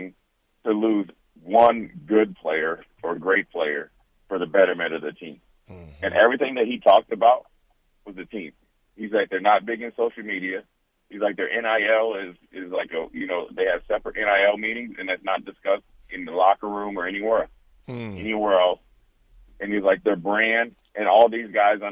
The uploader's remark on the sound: Calls in to give his thoughts on the National Championship.